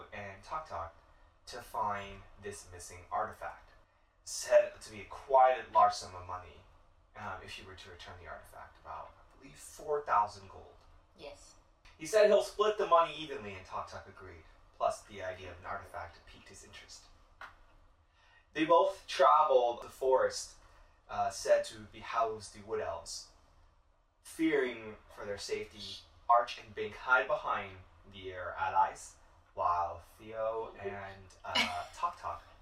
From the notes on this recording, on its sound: Sorry for the Audio Quality!